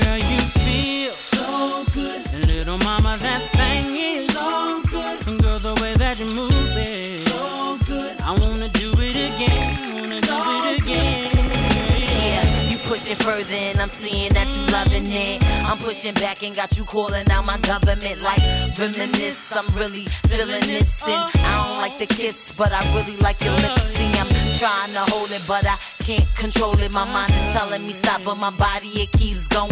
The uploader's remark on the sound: Originally broadcast live on January 30, 2017 from the storefront of The Late Late Bar on Houston Street in New York City.